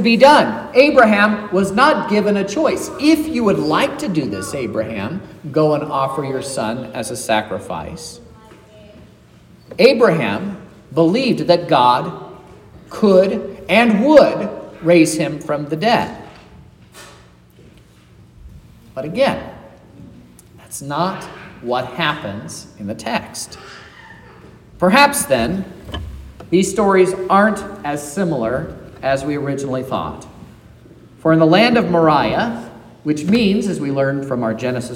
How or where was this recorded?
large echoing room